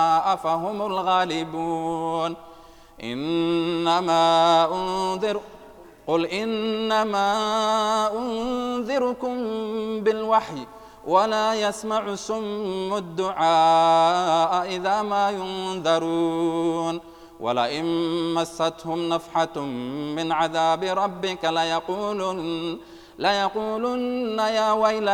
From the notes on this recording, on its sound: Audio Recorded at Ramadhan 2019, Northampton Mosque and Islamic Centre.